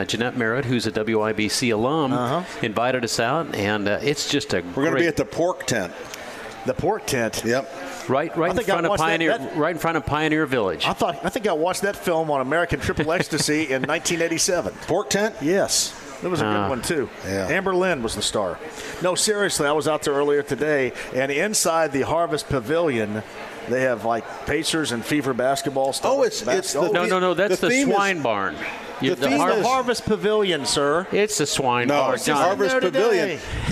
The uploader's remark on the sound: Live From Sullivan Hardware & Garden! He also takes a phone call.